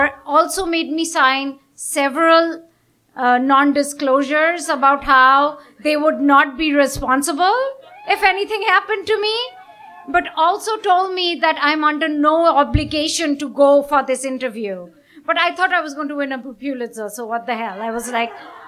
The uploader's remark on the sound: Recorded at a live storytelling event in Burlington